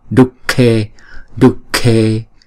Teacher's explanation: chữ h có dấu nặng là visarga. Sau đó là chữ K thì chúng ta sẽ biến chữ này thành chữ cũng giống như chữ K luôn